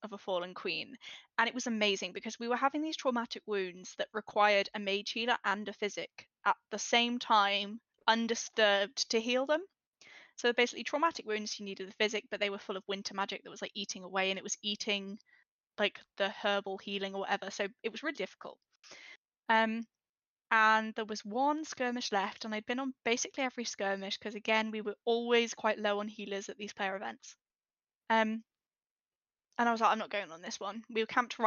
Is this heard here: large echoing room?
no